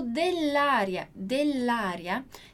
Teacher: eu juntei o som de dois L's, então nossa pronúncia ali da doppia consonante, junto com o A